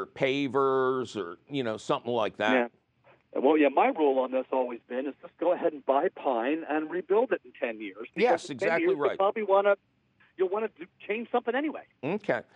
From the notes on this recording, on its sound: Your fabulous phone calls!!